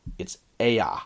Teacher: So for example, he says that you might have ea, which is E-A. That's not a diphthong in Quenya, and so you cannot pronounce E-A like in bear. It's ea. It's two syllables.